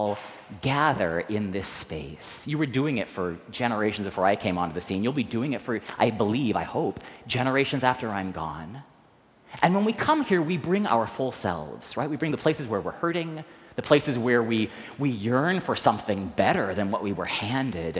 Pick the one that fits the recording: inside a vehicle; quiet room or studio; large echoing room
large echoing room